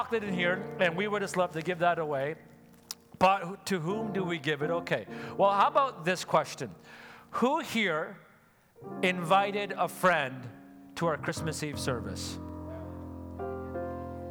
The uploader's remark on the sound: Sunday Service live broadcast